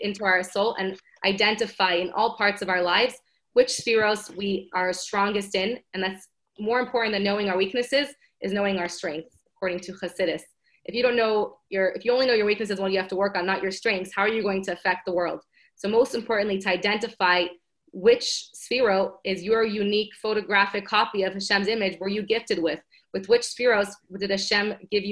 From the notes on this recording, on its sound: Zoom Classes.